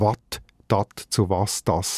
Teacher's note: das alte T zu einem S, also Watt.